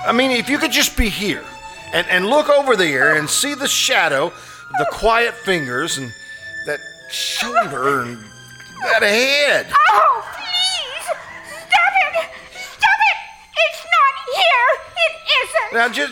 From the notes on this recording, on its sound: Performed "LIVE" at the First Vineyard Winery in Jessamine County, Kentucky. Here is the audio from the first half of their show.